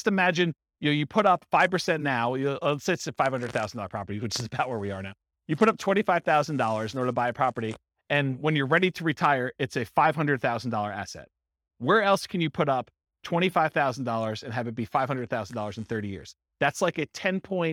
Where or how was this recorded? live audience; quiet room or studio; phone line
live audience